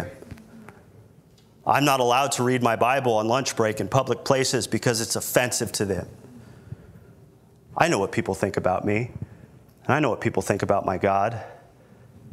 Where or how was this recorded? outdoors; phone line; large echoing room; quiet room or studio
large echoing room